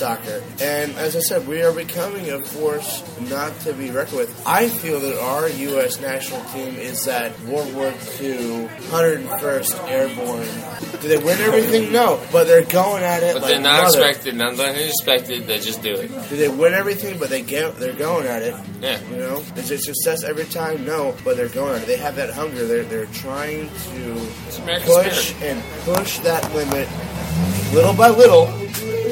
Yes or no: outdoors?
yes